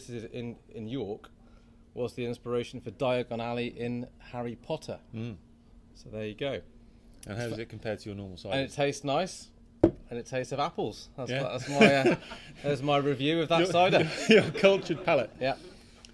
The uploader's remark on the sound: From The Infinity Arms, Leeds, UK. Our second LIVE pubcast event was run in collaboration with the Agile In Leeds user group.